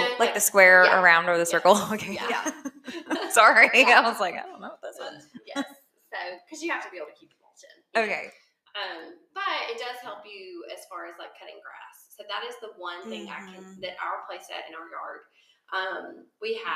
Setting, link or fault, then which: fault, poor sound quality